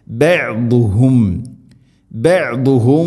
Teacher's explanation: നാവിൻ്റെ ഏതെങ്കിലും ഒരു സൈഡ് അണപ്പല്ലുകളോട് ചേർന്ന് ഇസ്തിഇലാന്റെ അക്ഷരമാണ് ദാദ്, സ്വരഭാരത്തിൽ ഉച്ചരിക്കണം